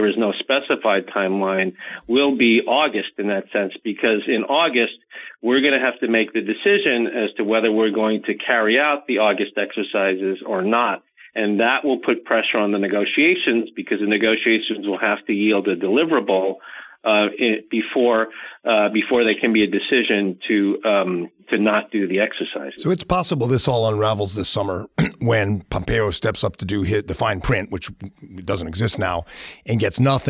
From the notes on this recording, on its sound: By phone.